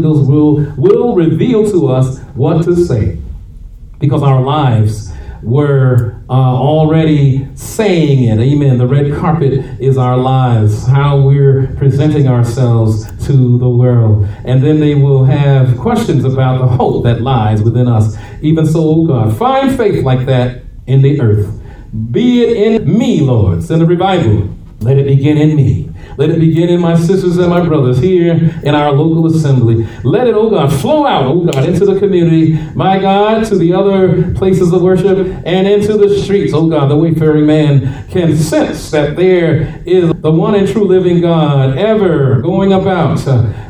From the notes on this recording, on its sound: shared this message live at RACC on 6/4/23